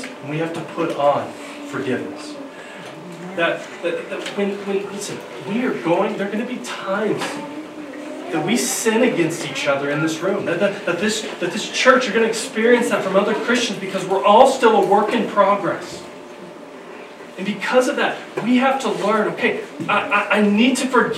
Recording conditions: poor sound quality